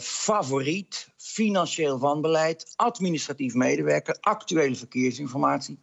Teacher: er is een trend om de klemtoon op de eerste lettergreep te leggen waar die niet hoort